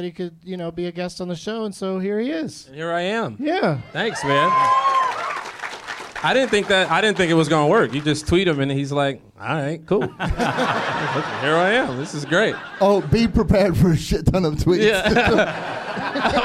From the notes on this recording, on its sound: Live from Zanies in Rosemont, IL